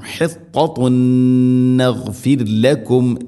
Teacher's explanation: ഇവിടെ ഹിത്തത്തുൻ തൻവീന് ശേഷം നൂനാണ്, തൻവീനിനെ നൂനിലേക്ക് ഇദ്ഗാം ചെയ്യണം. ഇദ്ഗാം ബിഗുന്ന മണിച്ചുകൊണ്ട് ഉച്ചരിക്കണം.